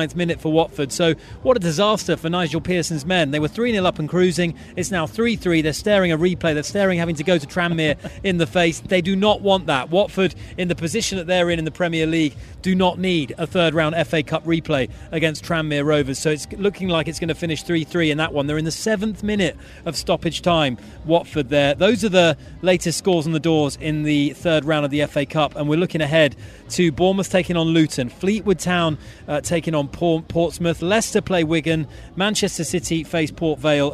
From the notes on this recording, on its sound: From the rooftop garden of Barasti